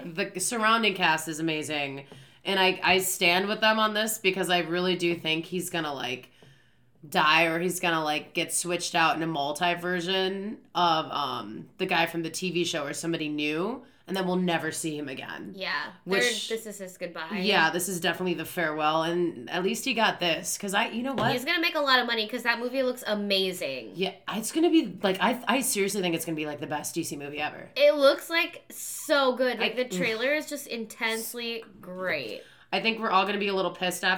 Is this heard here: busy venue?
no